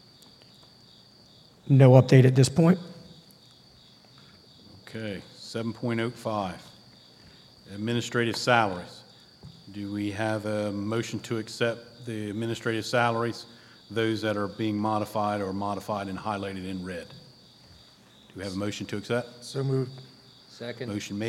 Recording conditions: large echoing room